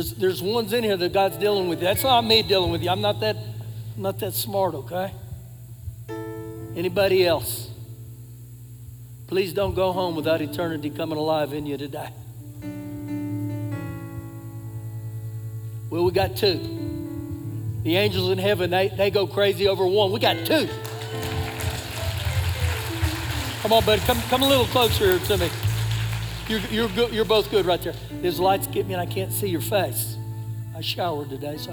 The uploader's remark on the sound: Recorded live during our Sunday morning service